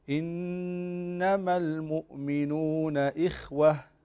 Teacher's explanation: هنا النون مشددة تغن بمقدار حركتين